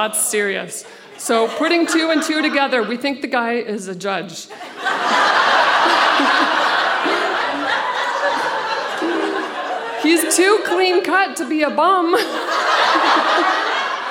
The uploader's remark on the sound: Recorded live at the Victoria Event Centre in Victoria, BC.